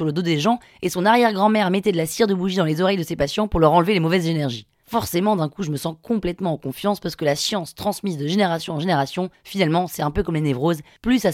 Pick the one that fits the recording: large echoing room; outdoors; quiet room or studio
quiet room or studio